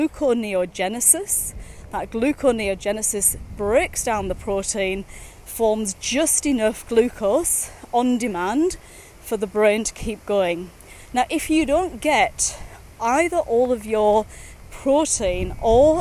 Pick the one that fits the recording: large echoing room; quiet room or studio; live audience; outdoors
outdoors